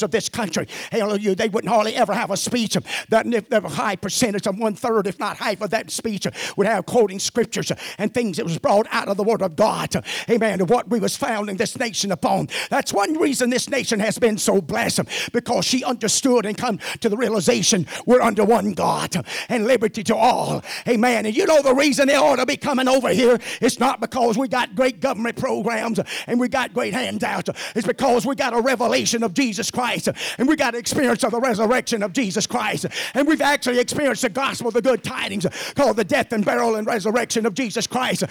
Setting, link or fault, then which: setting, large echoing room